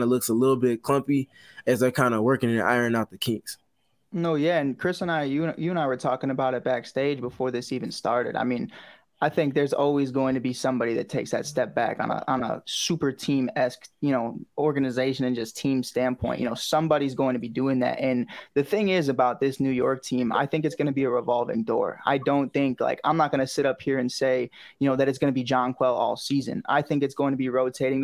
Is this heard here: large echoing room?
no